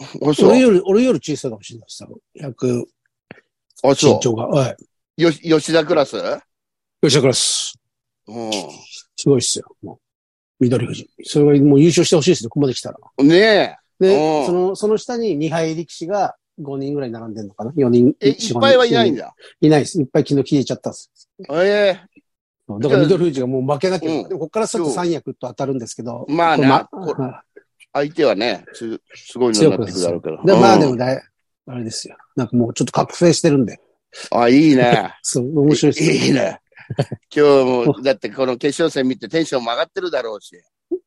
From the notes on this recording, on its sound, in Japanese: ZOOMで収録